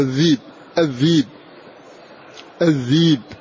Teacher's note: طيب، قوله أخاف أن يأكله الذئب، الذئب، فهنا همز ساكن قبله كسرة، فأبدله عنه حرف مد من جنس حركة ما قبله، فنقول أخاف أن يأكل أن يأكل أن يأكله الذيب الذيب الذيب.